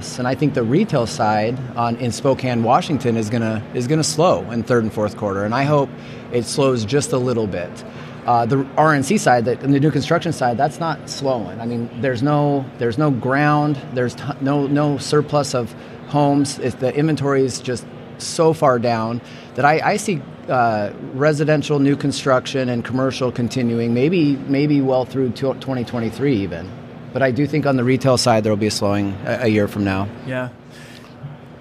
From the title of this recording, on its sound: Live from HPBExpo 2022